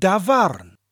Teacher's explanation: So we have a soft mutation, T to D, tavarn becomes davarn.